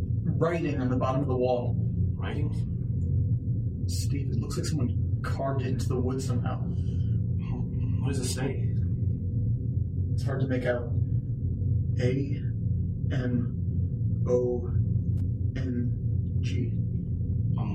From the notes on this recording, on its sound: LOUD NOISE WITHIN THE LAST 5 SECONDS